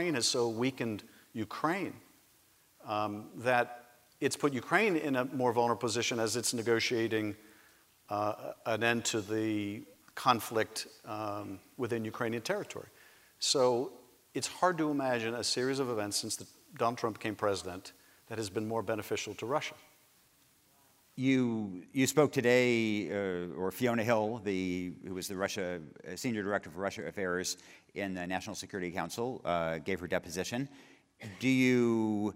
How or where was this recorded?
live audience